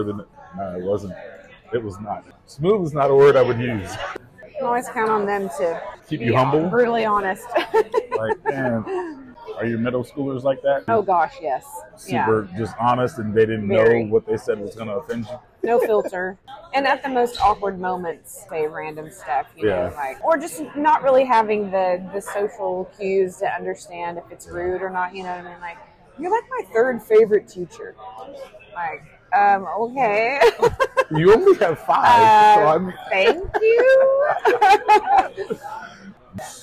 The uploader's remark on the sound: We recorded live at a coffee shop in the heart of N. Texas!